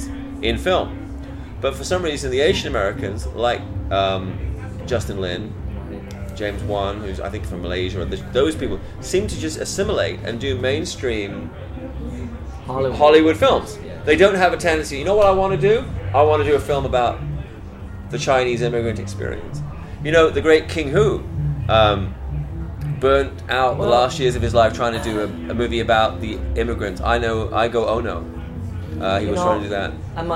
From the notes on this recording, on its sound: Recorded live at the best jazz bar in Hong Kong, Orange Peel!